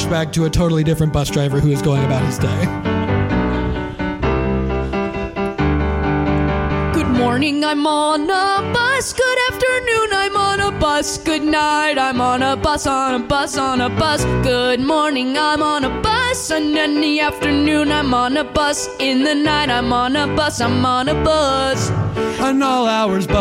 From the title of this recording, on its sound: Live From the Dallas Comedy House (Late Show!)